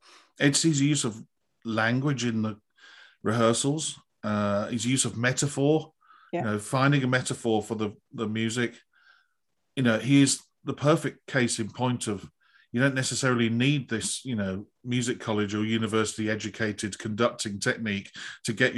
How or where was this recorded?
video call